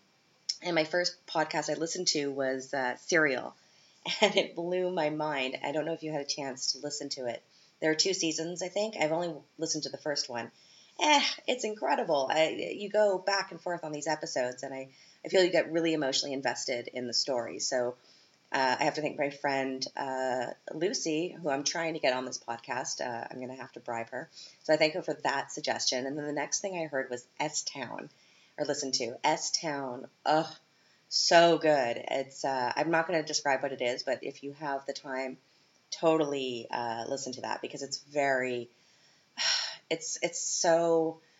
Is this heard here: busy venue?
no